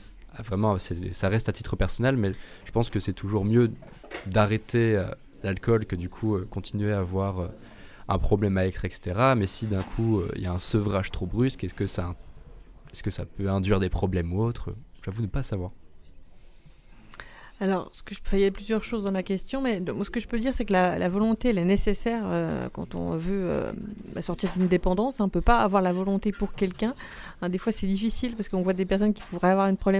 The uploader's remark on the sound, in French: Retrouvez un nouvel épisode enregistré dans les locaux du bar associatif étudiant "Phi Sciences" situé sur le campus de Vandoeuvre les Nancy.